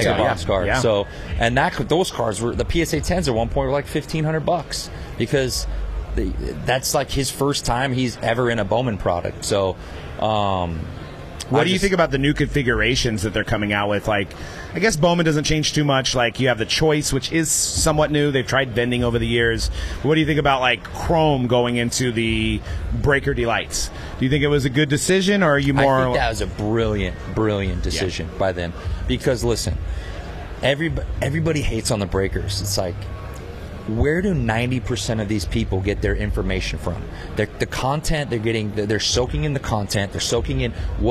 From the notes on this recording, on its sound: LIVE from the Burbank Card Show. From the Burbank Card Show in Anaheim. On the Hobbzi stage.